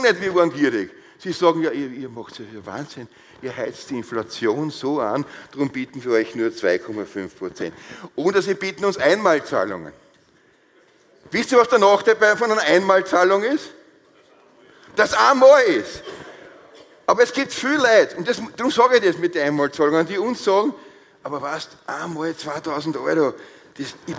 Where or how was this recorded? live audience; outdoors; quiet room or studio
live audience